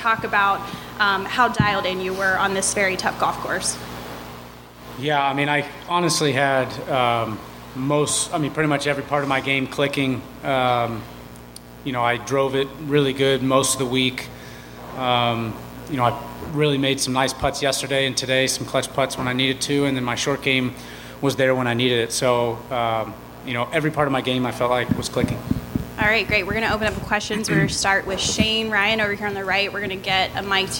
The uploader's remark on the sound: Live interviews from The Wells Fargo Championship